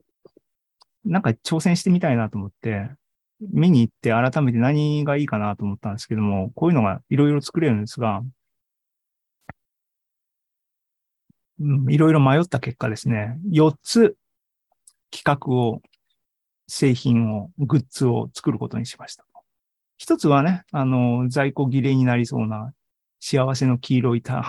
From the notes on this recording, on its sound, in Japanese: ２０２２年９月２８日に開催した ZOOMライブの模様です。